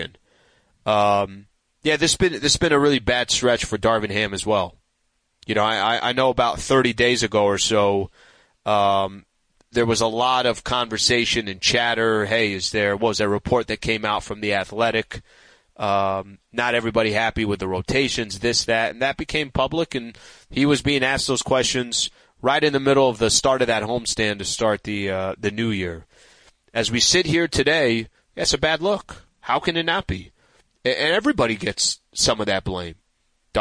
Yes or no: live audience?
no